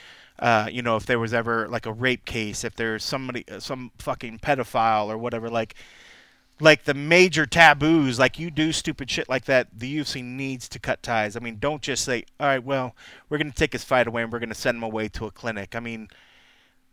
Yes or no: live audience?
no